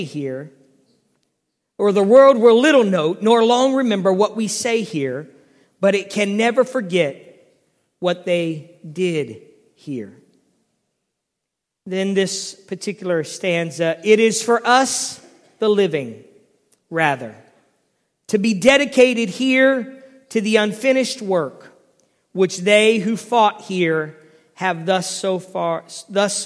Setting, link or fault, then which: setting, large echoing room